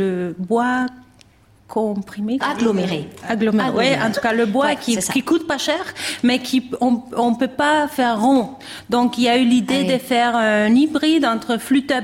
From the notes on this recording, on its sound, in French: A l'Improviste Hors les murs au Théâtre de l'Alliance française. Enregistré en public.